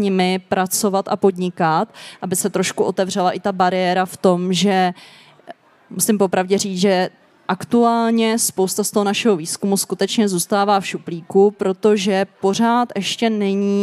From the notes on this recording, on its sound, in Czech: v rámci festivalu Den Evropy na Střeleckém ostrově